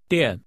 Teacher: The tones are falling.